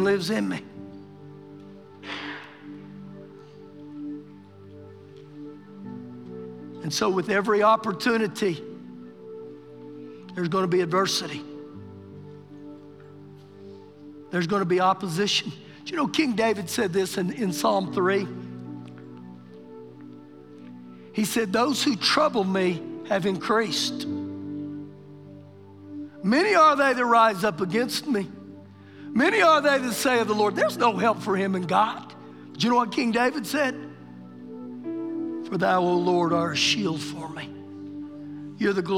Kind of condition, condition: setting, large echoing room